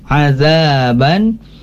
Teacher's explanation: Di sini ada tanwin bertemu hamzah, maka azaban. Nah, ban di sini harus jelas yaitu idhar bertemu dengan huruf al-halqu